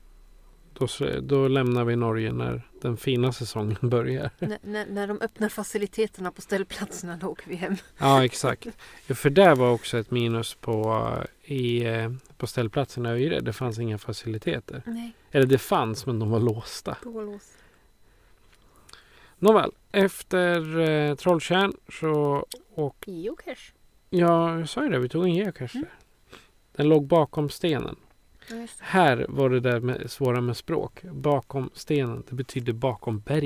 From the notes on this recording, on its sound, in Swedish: On The Road i en Husbil - NORWAY Edition. Det har kommit frågor om varför vi har musik om det inte är redigerat - I appen Podbean som vi använder för att spela in avsnitten on the road finns en light-version av en soundboard där fåtal slingor ligger inne. Därför hör ni lite musik i början och slutet av avsnittet.